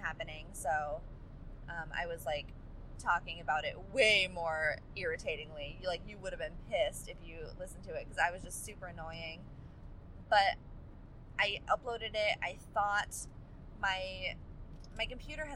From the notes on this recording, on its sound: suffering through subpar audio as I drive to my parents' house in the rain